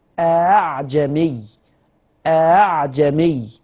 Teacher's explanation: لو بسهل همزة مفتوحة تتردد ما بين الهمزة والألف، لو بسهل همزة مضمومة تتردد ما بين الهمزة والواو، لو بسهل همزة مكسورة تتردد ما بين الهمزة والياء. · Term: همزة مسهلة